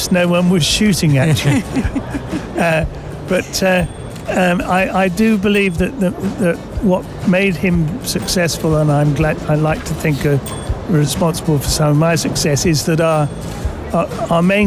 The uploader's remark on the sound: Live from SIBF 2023